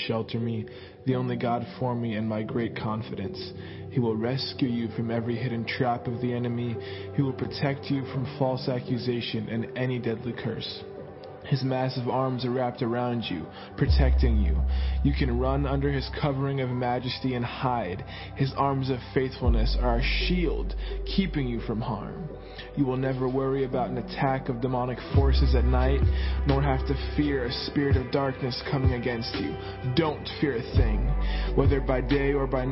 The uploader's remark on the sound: Sunday Morning Service